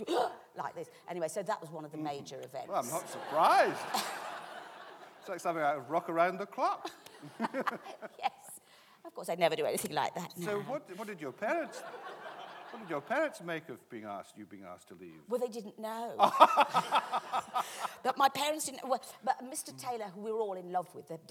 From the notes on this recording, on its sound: This is a recording of a live Platform event from June 2012.